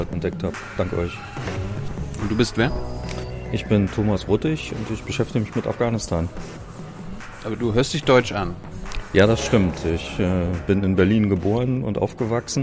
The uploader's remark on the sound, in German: Januar 2019 im Ocelot ("not just another bookstore", Brunnenstraße 181, 10119 Berlin) aufgenommen.